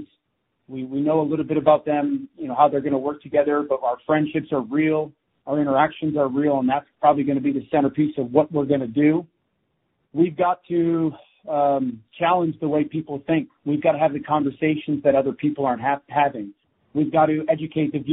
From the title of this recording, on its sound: NFL Live Conference Call